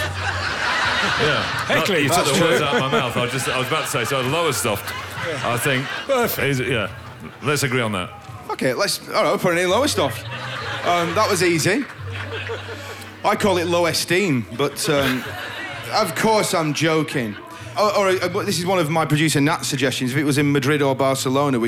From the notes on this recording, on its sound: Live at Latitude ’22. A packed-out Listening Post tent at Suffolk’s Latitude Festival.